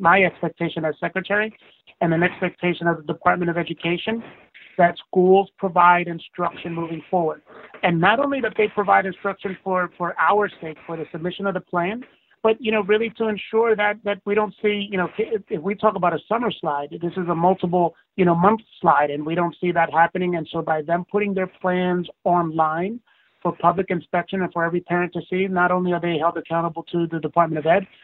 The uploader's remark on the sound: conference call